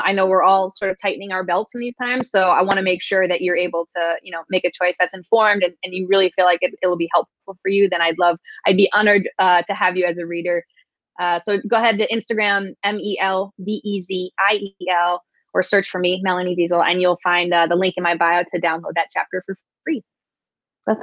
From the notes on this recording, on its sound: This podcast is a recording of our interview on Facebook Live.